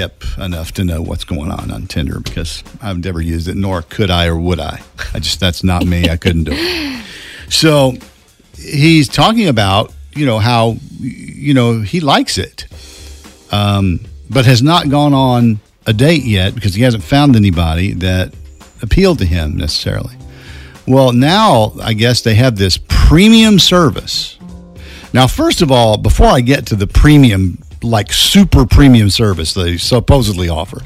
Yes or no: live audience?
no